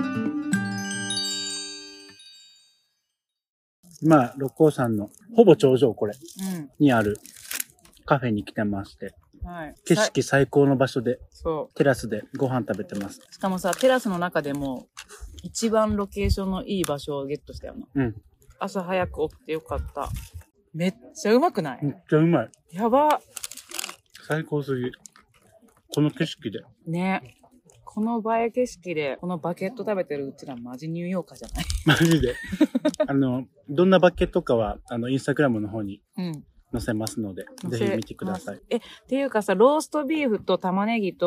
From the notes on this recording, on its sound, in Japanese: 六甲ミーツアートに行っていきました〜。初のお外収録。生で撮ったネイチャーなジングル。